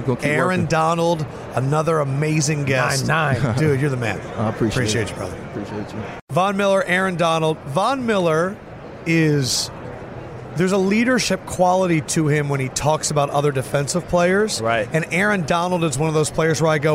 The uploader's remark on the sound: Radio Row Friday Special